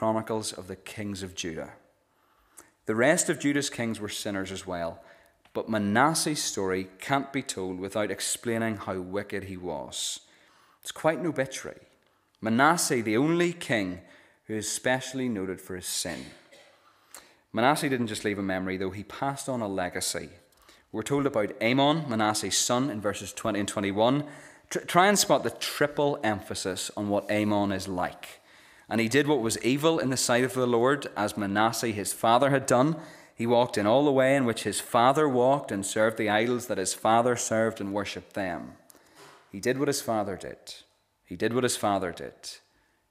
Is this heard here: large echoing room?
yes